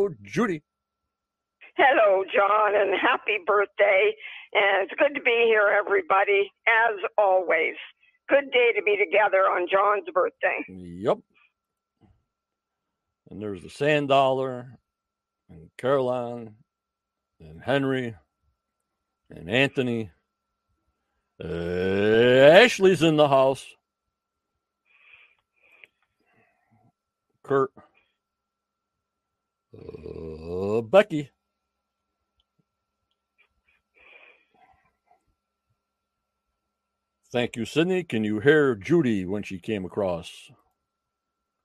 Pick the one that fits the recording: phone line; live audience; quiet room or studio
phone line